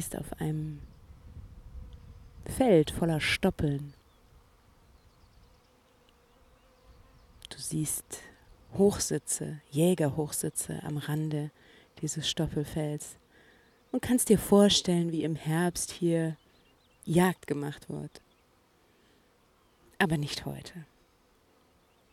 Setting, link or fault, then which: fault, sounds in the background